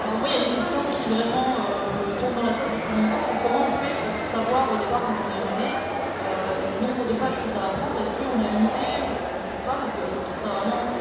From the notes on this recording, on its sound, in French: Premier enregistrement effectué lors de l’édition 2019 du TGS. TGS 2019 : Conférence. Premier enregistrement effectué lors de l’édition 2019 du TGS , il s'agit de la conférence sur la création et l’édition d'une bande dessinée.